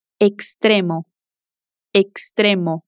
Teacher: Agora vamos ver outro caso em que fazemos o som de K mais S no X. Quando o X está no final de uma sílaba e o som seguinte é de consoante, também fazemos o som de K mais S.